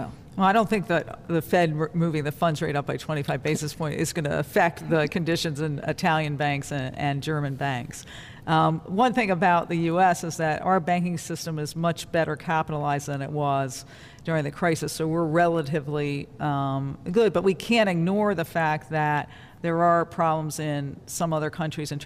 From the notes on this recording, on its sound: Live from the Federal Reserve Bank of Cleveland.